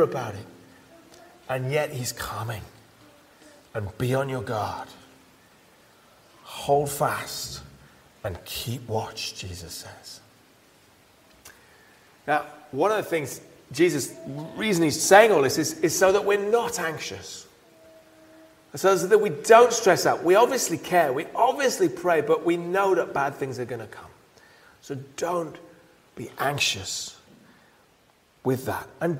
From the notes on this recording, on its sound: He preached at Pembury Baptist Church on 3rd December 2023.